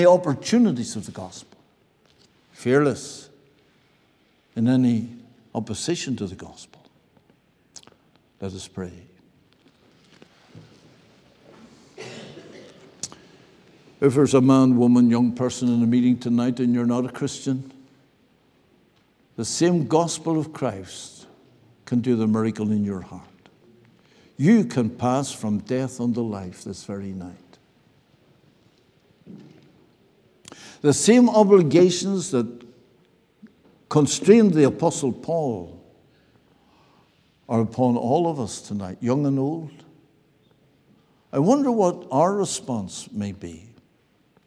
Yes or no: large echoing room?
yes